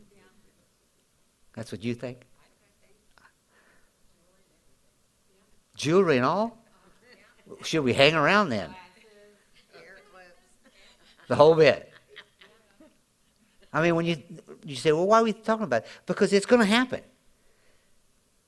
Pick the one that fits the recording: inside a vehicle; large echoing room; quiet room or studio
large echoing room